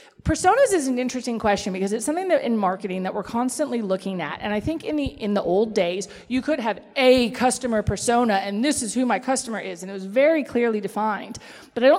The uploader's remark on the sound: This panel discussion was recorded as the recent Western Australian Brewing Conference in Perth.